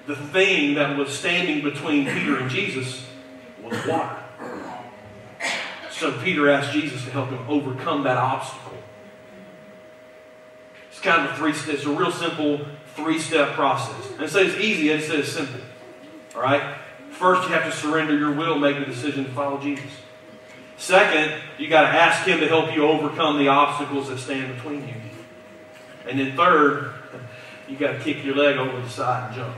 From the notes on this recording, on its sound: Due to technical difficulties, we could not record and stream our service as usual, which is why the audio for this message sounds different than it usually does.